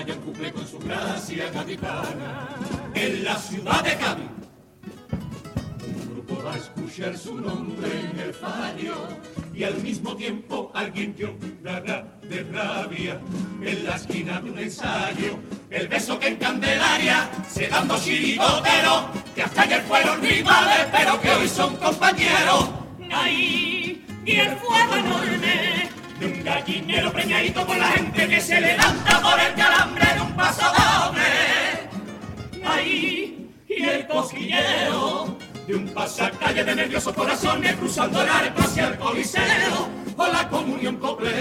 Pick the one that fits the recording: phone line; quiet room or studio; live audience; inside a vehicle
live audience